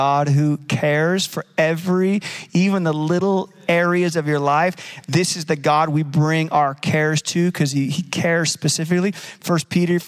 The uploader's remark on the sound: Recorded live at Capital Church in Meridian, Idaho